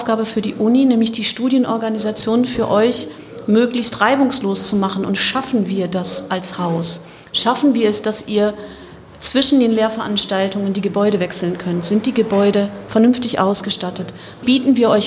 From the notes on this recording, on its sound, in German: Sonderfolge unseres Podcasts, die wir live auf dem Campus in Vechta aufgenommen haben.